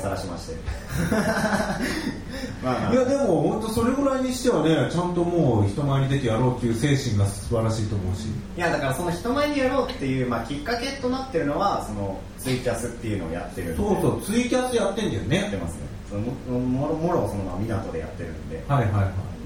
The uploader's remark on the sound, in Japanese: ライブ後のライブハウスでの公開ポッドキャスト収録